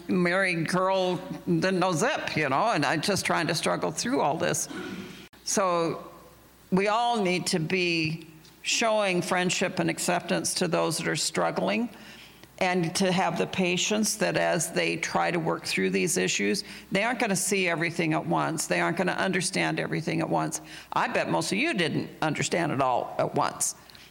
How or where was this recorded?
busy venue